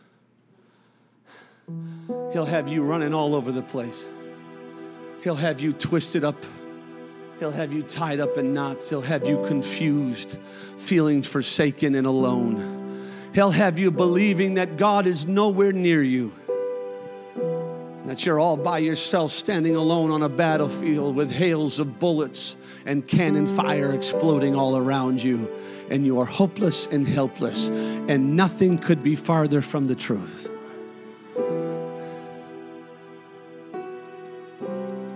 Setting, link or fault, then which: setting, large echoing room